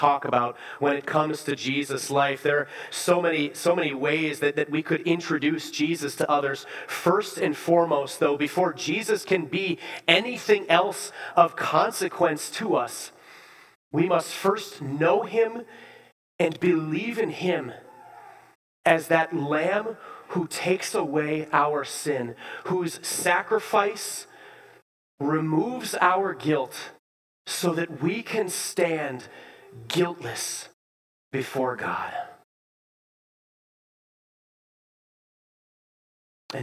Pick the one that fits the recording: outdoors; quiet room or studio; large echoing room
large echoing room